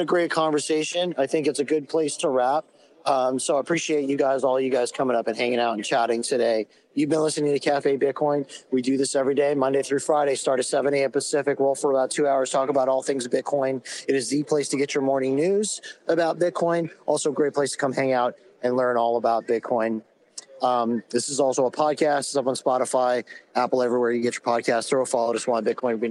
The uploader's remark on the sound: Bitcoin Conference 2022 kicks off today and we are there LIVE!